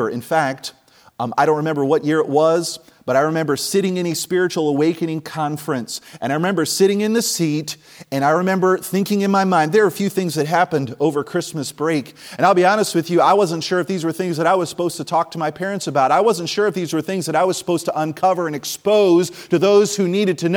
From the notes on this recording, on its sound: from the chapel platform of Baptist College of Ministry during the 2024 Spiritual Awakening Conference